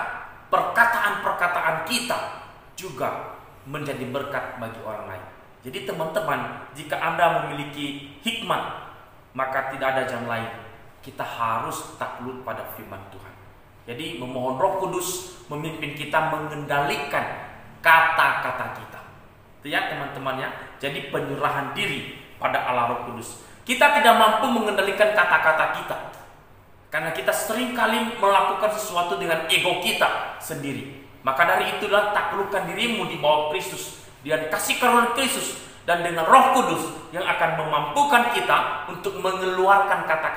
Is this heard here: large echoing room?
yes